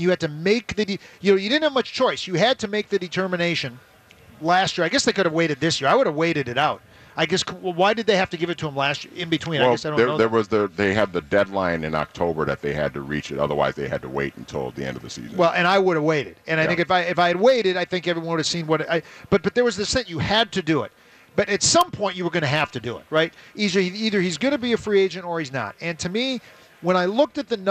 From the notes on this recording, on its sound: live from the Venture Bank Minnesota Golf Show